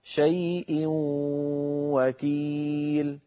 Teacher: أدغمنا التنوين في الواو فصار النطق بواو مشددة، لكن الواو الأولى من الواو المشددة مصحوبة بغنة كما أسلفت.